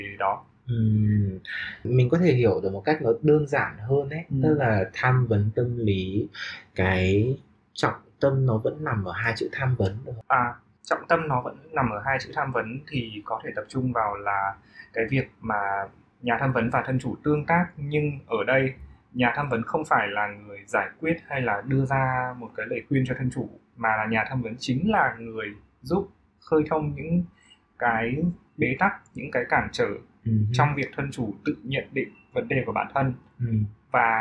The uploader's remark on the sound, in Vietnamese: Do lý do của thiết bị ghi âm vào thời điểm ghi âm của tập, nên chất lượng âm thanh của tập này không được ổn cho lắm